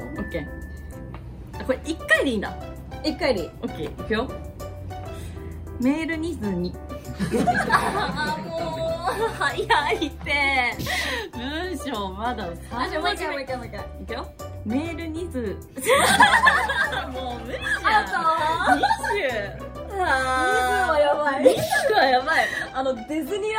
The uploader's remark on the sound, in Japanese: 公開収録後半